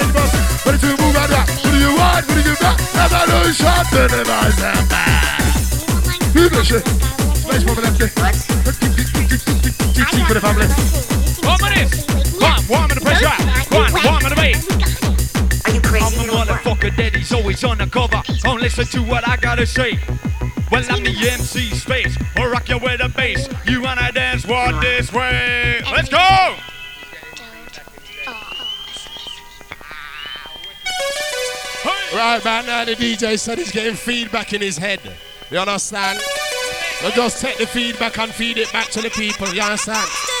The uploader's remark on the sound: This was the 1st set that was recorded of me playing at Revolution (Formerly Uprising) in Sheffield 2000. This was the first time any recording was done as it was my first main room set for them.